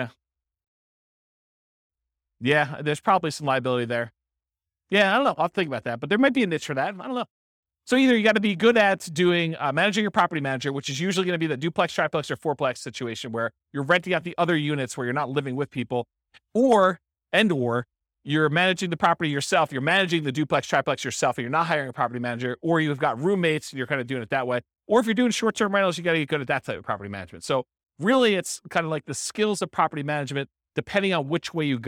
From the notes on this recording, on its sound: This was a live class recorded